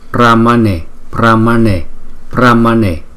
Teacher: Thì cái cách chúng ta đọc danh hiệu Đức Phật thứ 13 nè, Brahmane, chúng ta chú ý chữ N có dấu nặng thì chúng ta đọc là N, N, đọc cong lưỡi lại đọc N